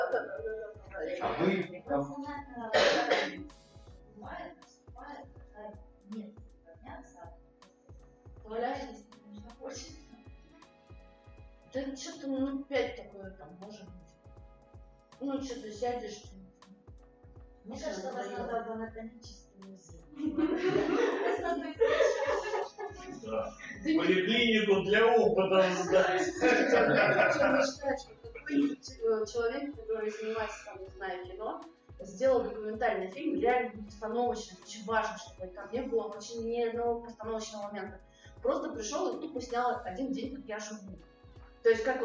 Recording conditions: poor sound quality